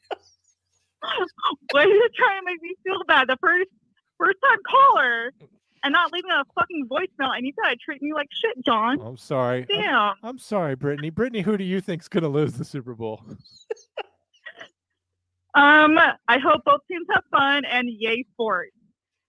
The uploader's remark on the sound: Live Call Ins. Joining the show via phone.